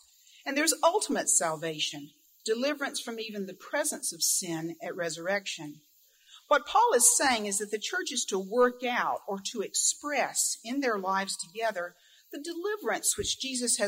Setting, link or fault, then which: setting, large echoing room